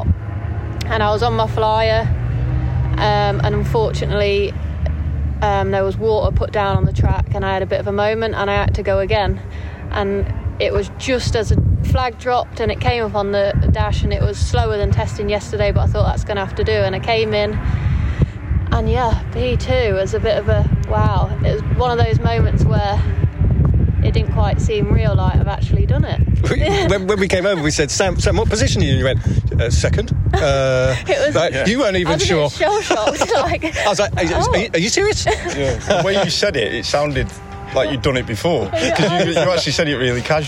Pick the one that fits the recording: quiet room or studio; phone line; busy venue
busy venue